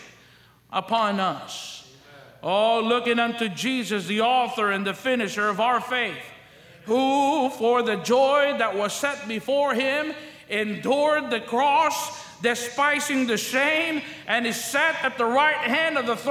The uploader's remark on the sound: During the Wednesday Evening service on August 9, 2023, at North Valley Baptist Church in Santa Clara, California.